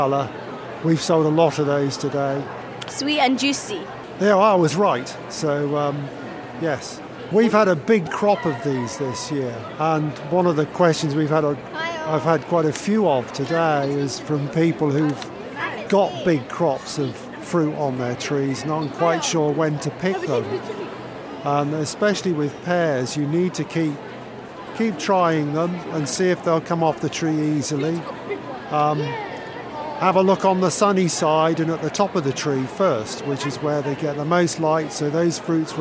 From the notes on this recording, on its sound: we're at the RHS London Harvest Festival Show